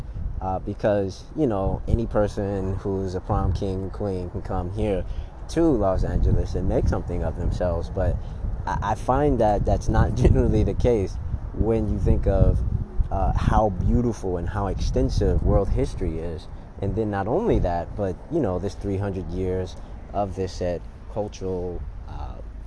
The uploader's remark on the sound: On the street recording